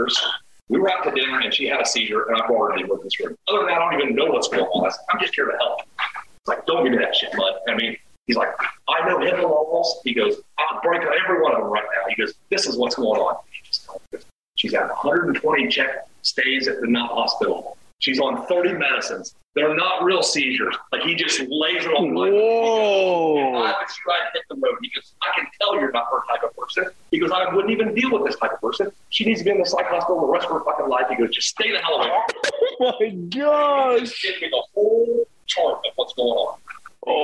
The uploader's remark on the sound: Please excuse the audio issue with this episode.